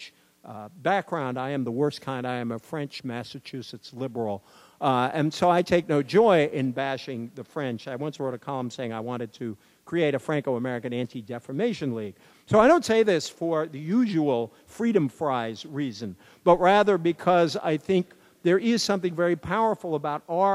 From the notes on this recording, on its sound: keynote address at Yale Divinity School’s Faith and Citizenship conference